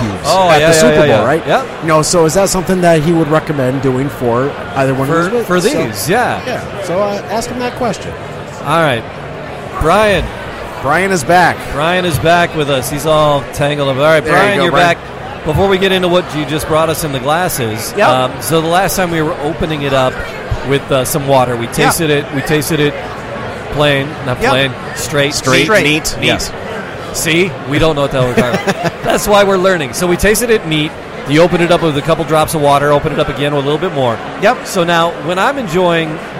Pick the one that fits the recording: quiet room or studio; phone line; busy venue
busy venue